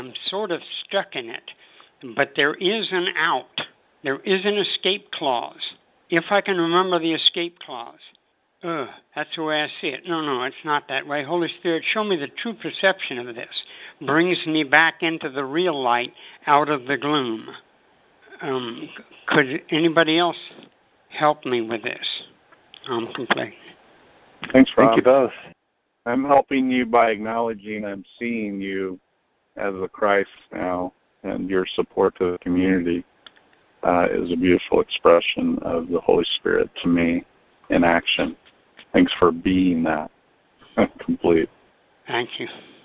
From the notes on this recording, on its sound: ACIM Daily TEXT Conference Call.